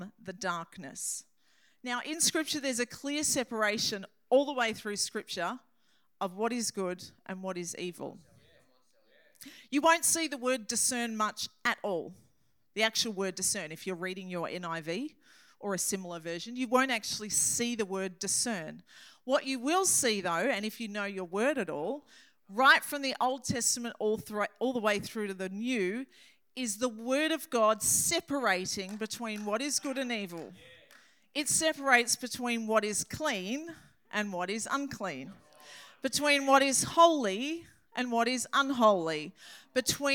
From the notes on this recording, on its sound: This message was recorded on 07/10/2023 during the Saturday 7pm service.